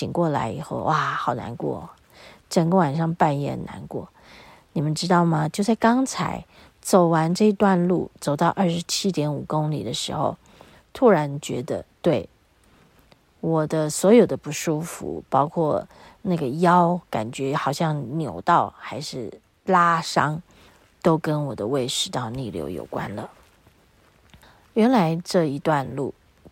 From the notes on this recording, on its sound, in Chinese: 延續上週造訪雪見遊崎嶇實況錄音的第二部分。在司馬限林道的某一處遇見一群鳥兒正飛到依我們路經的樹叢覓食。大自然裡的聲響也此起彼落一起吟唱。